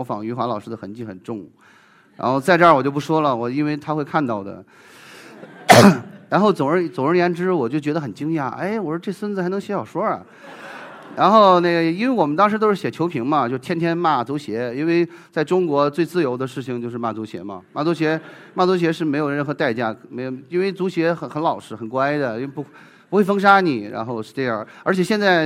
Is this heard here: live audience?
yes